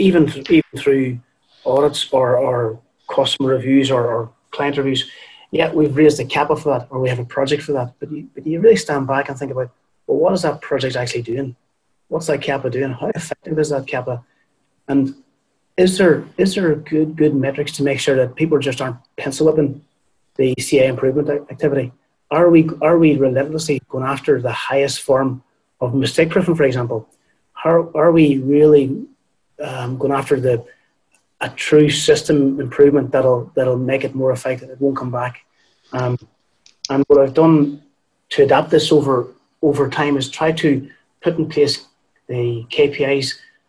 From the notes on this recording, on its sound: Accelerating Operational Excellence through Rapid Mass Employee Engagement is a webinar recording hosted by Nvolve.